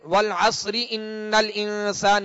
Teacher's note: اور اگر وقف نہیں کریں گے والعصر ان الانسان یوں پڑھیں گے تو را کی پھر اپنی اصلی کیفیت کو دیکھیں گے، اصلی حالت کو دیکھیں گے کہ را کے نیچے زیر ہے، لہذا اس را کو باریک پڑھیں گے